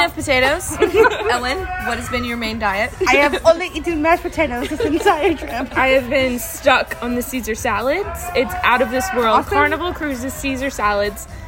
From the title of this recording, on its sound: Live from the Ship